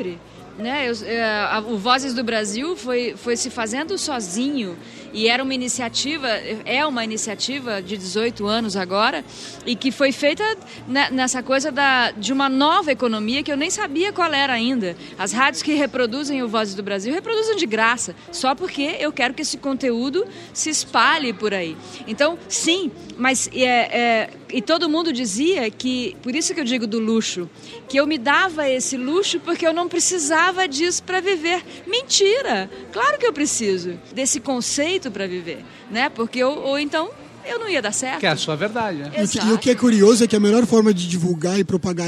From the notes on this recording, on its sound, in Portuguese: Gravado no Festival Path com apoio da cerveja Sol.